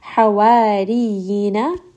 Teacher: Ha again is going to be from the middle of the throat.